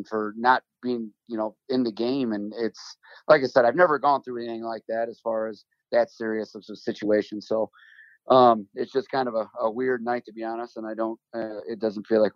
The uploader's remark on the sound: Spoke to me over the phone.